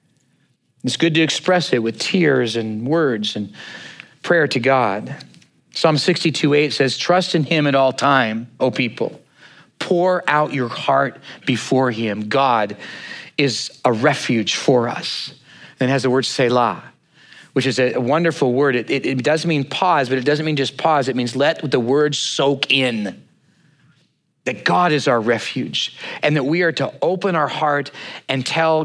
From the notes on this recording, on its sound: at Neighborhoodchurch of Cypress on 08/20/2023